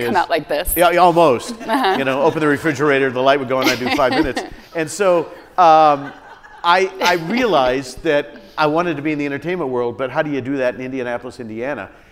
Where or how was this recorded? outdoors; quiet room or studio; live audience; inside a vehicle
live audience